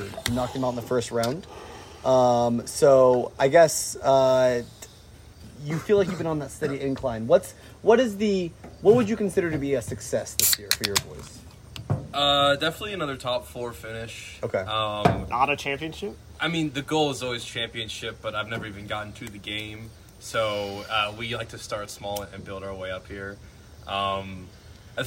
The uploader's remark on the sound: Recorded on a deck in Westport immediately following pizza, yuenglings, and a presidential debate.